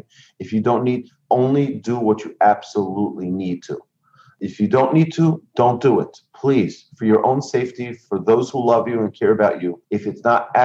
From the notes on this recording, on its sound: Recorded presentation to an online audience. In Houston, Texas.